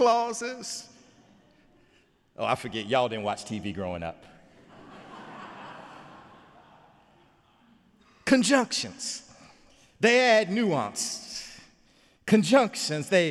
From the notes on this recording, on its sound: sermon on Easter Sunday, Sunday, April 16, 2017 in the Memorial Church